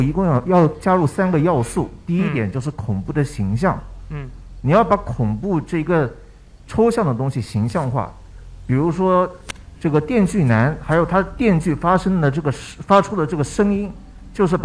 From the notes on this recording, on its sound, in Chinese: 上周六，我们为上海地区的玩家朋友们带来了一场线下活动，本场活动也在UCG的B站直播间进行了直播。我们和现场以及直播间的观众们一起。